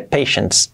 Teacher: Patience sería paciente, patient, acabado en T, paciencia, patience, acabado en NS, que parece una T, pero que no es una T